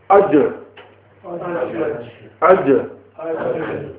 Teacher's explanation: the center of the tongue touches the upper palate